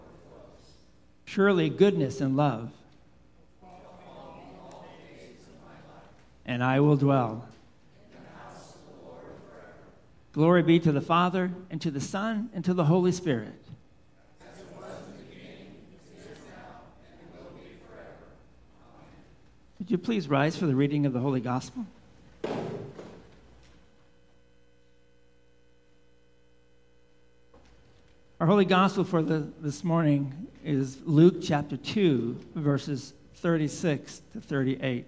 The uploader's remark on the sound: Live Worship Service